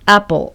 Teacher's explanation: あとえの中間であですけど